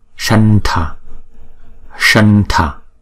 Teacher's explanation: Chữ thờ nó nằm ngay hàng số 3 thì cái anuswara chúng ta phải đọc là n. N cong lưỡi